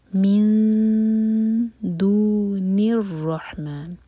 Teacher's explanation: دال کے لیے زبان تیار کریں گے اور نون کے ساؤنڈ کو چھپائیں گے، اور دو سیکنڈس کا ٹائم دیں گے. · Term: لائٹ اخفا